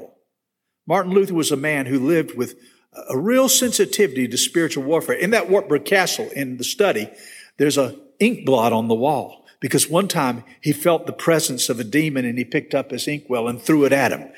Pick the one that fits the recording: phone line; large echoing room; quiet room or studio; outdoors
large echoing room